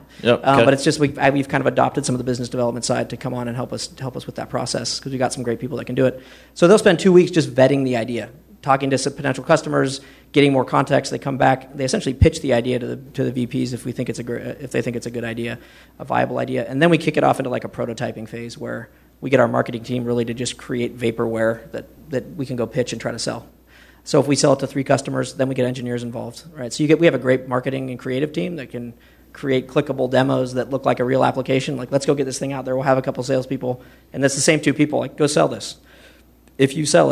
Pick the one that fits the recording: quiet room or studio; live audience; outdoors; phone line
live audience